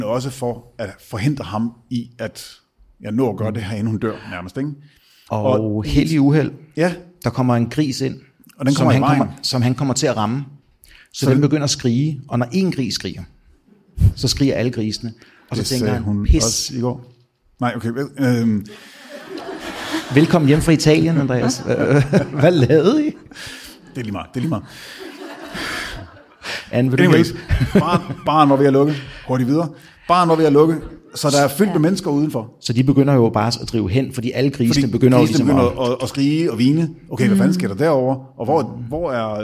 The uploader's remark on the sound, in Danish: Afsnittet er optaget live på Hotel Cecil den 1.